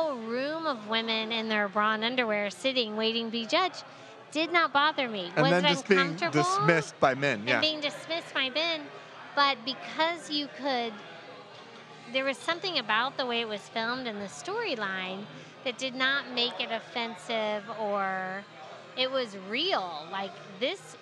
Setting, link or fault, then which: setting, busy venue